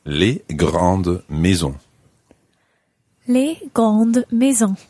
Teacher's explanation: G-R-A-N-D-E-S. Now, the S is silent, but the fact that the E is there means that you sound the D